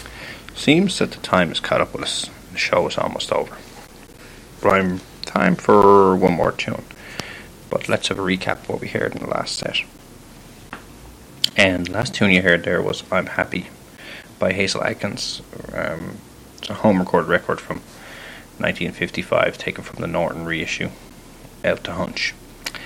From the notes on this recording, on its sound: sorry for Mic drop-outs